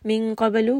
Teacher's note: qaf is heavy, ba has qalqala